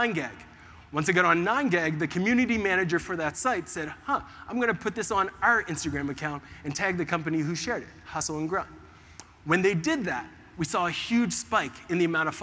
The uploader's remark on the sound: In this episode, I share my Keynote presentation that I gave about the power of experimentation to the audience at MozCon, one of the leading SEO conferences in the world.